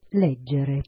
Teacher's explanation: sia parole sdrucciole, con l'accento sulla terz'ultima sillaba, come leggere.